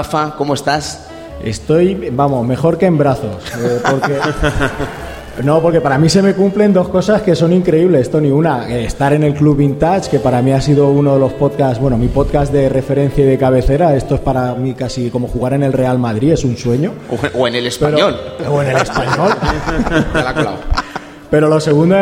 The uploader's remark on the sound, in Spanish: Programa grabado en directo desde RetroAlba.